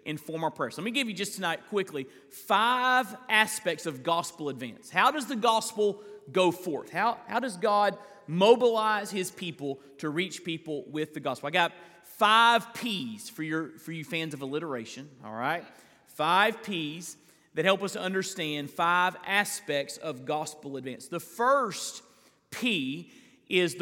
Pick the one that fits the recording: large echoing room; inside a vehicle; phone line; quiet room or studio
large echoing room